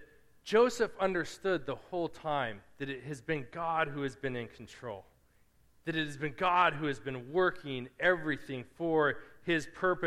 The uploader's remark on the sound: Preached at Restoration Road Church on August 20, 2017.